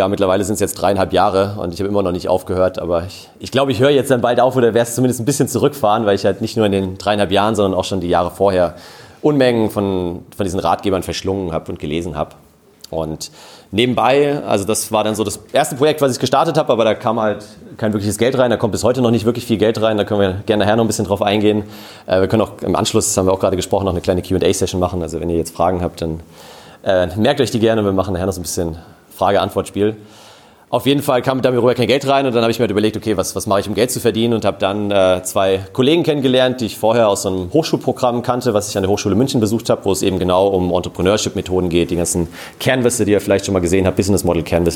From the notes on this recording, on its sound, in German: In dieser Episode hörst du den Mitschnitt der Keynote. Auf dem letzten Sidepreneur Meetup in München.